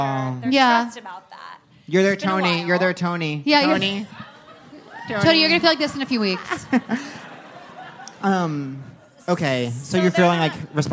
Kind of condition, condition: setting, live audience